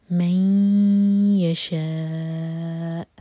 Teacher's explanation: ادغام غنہ کے ساتھ تو ناک میں آواز لی جائیں گے اور دو سیکنڈس کا ٹائم دیں گے